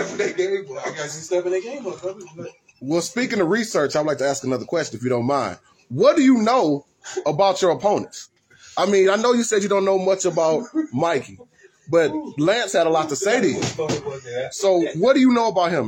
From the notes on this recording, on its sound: The WHIP Show Podcast was at the Missile Dropkick Wrestling Association Press Conference in Garden City Michigan